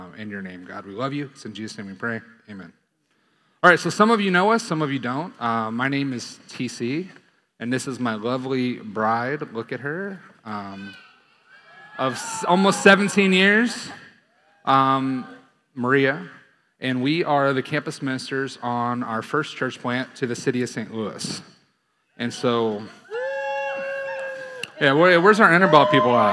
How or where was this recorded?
large echoing room